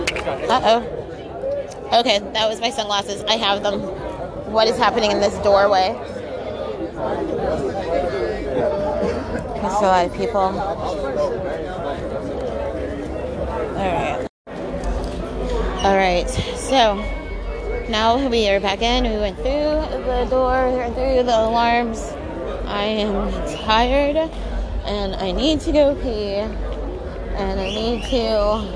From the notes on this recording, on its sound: you'll hear live music & impromptu interviews with many of the vendors, performers & guest in attendance